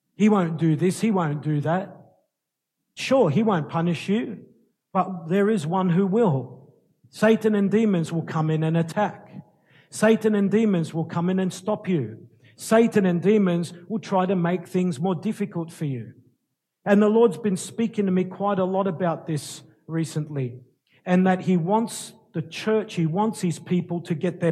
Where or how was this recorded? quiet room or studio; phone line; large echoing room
large echoing room